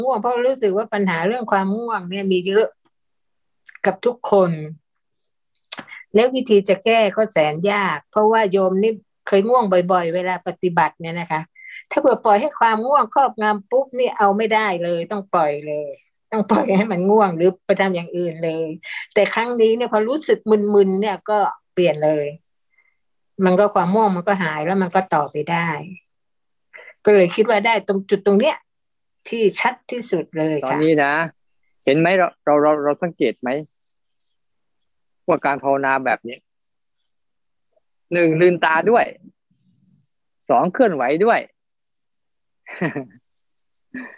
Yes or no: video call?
yes